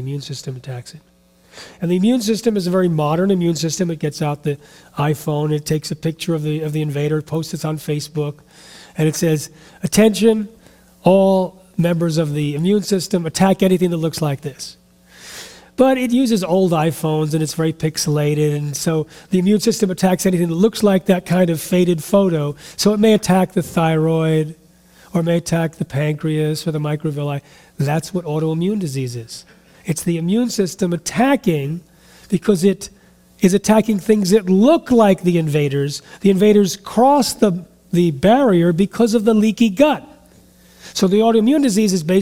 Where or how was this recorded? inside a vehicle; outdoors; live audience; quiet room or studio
live audience